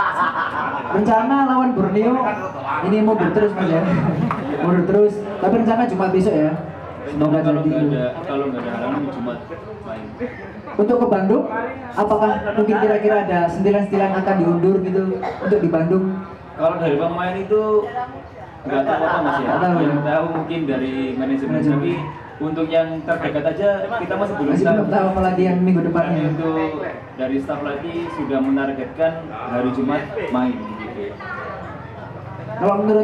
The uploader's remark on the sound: Live Talkshow at SJC